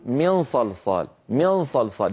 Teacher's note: ينتقلون من الميم من كلمة من إلى الصاد إلى مخرج الصاد مباشرة، ولكنهم لا ينطقون الصاد إلا بعد غنة قليلة